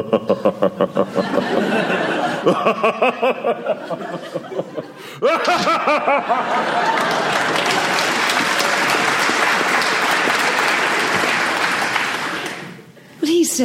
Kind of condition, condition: setting, live audience